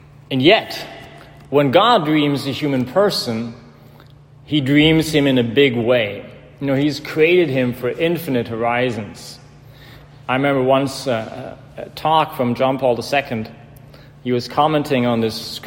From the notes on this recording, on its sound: in "The Church of the Epiphany" in Georgetown, Washington gehalten hat.